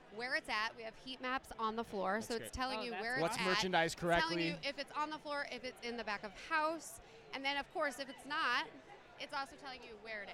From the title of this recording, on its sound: Live From eTail